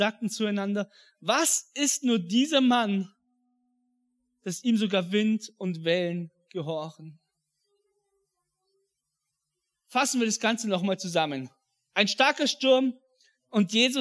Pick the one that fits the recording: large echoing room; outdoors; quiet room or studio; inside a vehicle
large echoing room